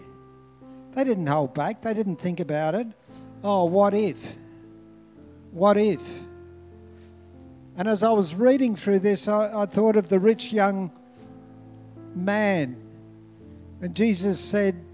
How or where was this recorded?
large echoing room